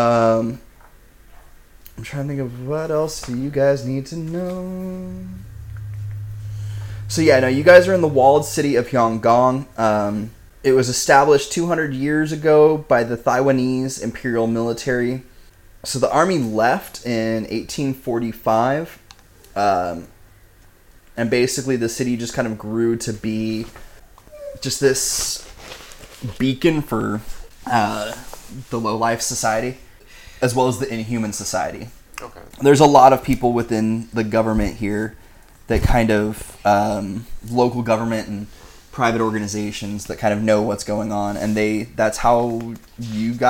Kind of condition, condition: fault, sounds in the background